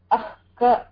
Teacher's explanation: ककाभ्यां प्राग् अर्धविसर्गसदृशः जिह्वामूलीयः